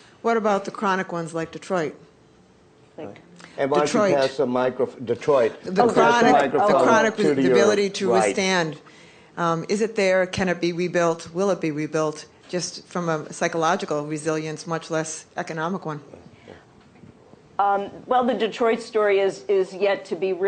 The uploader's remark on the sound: Was recorded live at the Institute's Alma and Joseph Gildenhorn Book Series.